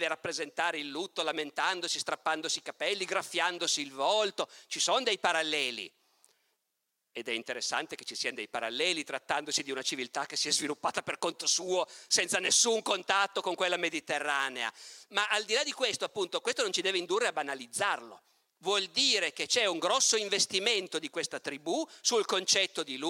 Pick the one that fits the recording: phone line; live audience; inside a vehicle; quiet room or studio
live audience